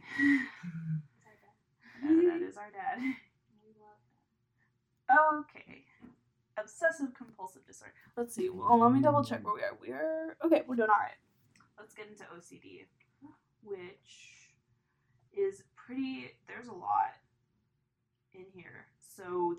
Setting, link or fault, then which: fault, poor sound quality